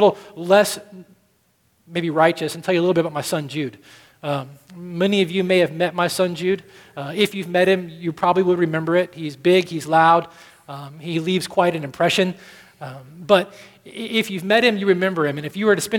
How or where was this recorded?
large echoing room